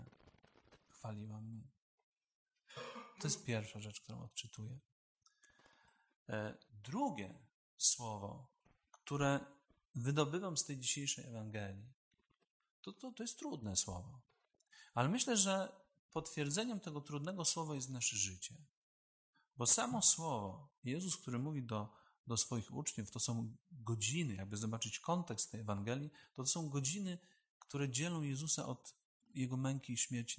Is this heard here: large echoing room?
yes